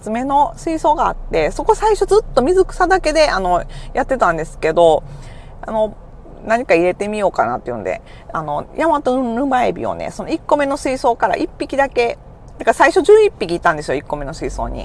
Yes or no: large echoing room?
no